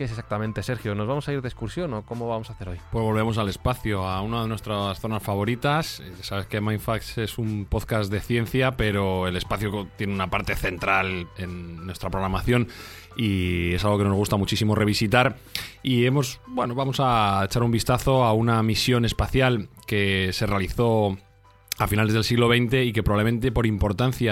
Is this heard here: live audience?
no